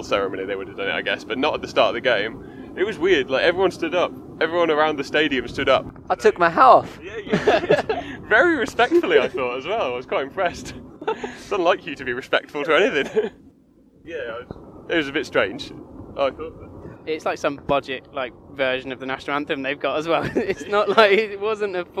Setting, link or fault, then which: setting, inside a vehicle